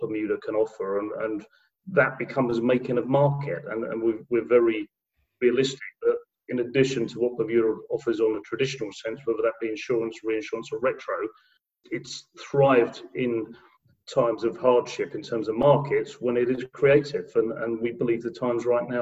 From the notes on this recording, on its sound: Two weeks ago I had a Zoom call